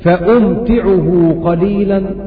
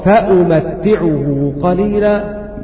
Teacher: فأمتع بسكون الميم وتخفيف التاء · Shown in: first take · فأمتعه من الفعل أمتعه.